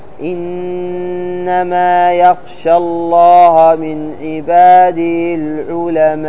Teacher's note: نقدم الأقوى، لأننا لا يمكن أن نقصره على حركتين، فهو إما سيعطى أربعة أو فوق، وأعلى شيئا يعطى ست حركات، كما تقول في قوله تعالى إنما يخشى الله من عبادي العلماء. فهنا تعطي ست حركات، مد واجب متصل مع عارض السكون